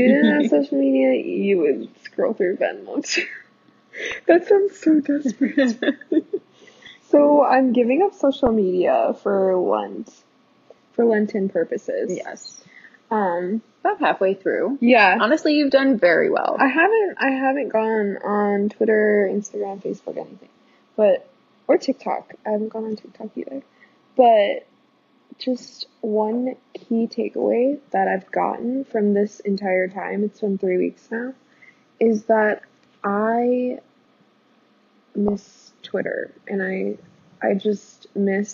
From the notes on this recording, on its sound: Sorry that the audio isn't great, we're working on getting better mics